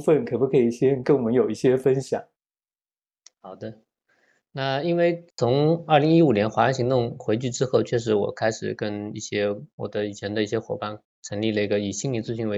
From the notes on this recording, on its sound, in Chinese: 錄音地點 台南、南京。這一集是《生命小彩坊》第五次以「雲端」的方式來錄播。